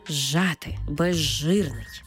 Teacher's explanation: У словах «зжати» та «безжирний», де «з» – свистячий, «ж» – шиплячий, разом ми їх читаємо як «ж». Тобто «з» перетворюється на «ж» і маємо цей подовжений звук «ж».